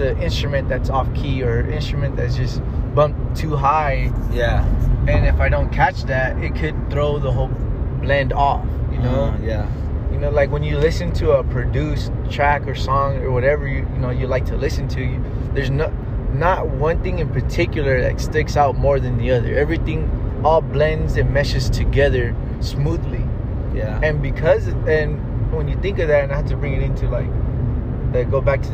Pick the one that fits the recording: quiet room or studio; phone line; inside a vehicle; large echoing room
inside a vehicle